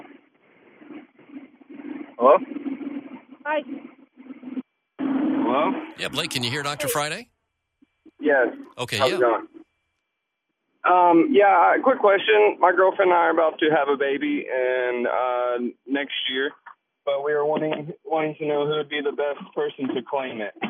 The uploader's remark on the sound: Is on phone while at the annual Christmas Parade in Gallatin . Answer questions from callers live. Live from America's Music City. Live from the parade scene.